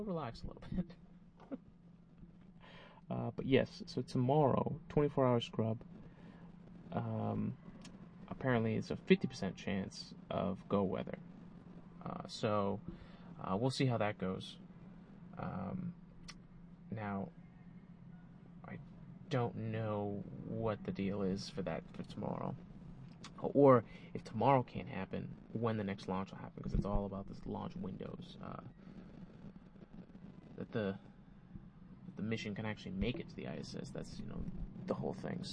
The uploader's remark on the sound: This is the first try at recording the podcast "ON-THE-ROAD" - using a new recording device, so I'll be working out the kinks. WARNING : There is some popping and wind distortion - be careful with your speakers or headphones. I did as much as I know post-production to minimize it.